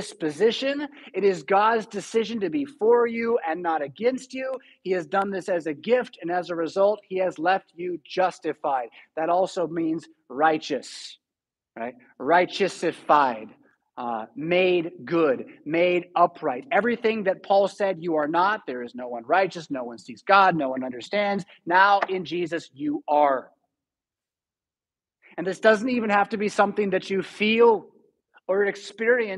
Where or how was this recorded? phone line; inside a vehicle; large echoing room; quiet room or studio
large echoing room